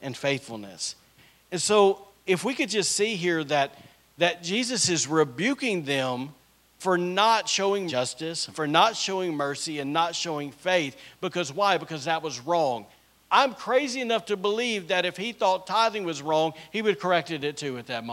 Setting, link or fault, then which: setting, large echoing room